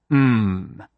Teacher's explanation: Finally, pronounce mmm. Your lips are sealed, just like for p, but this time the air does not back up silently. You can say mmm until you are out of breath.